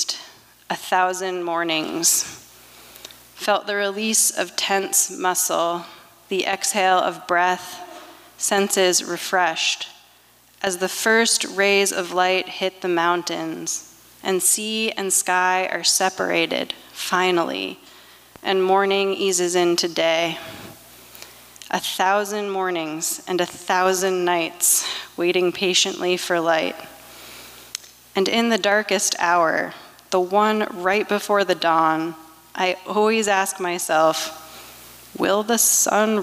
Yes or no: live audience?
yes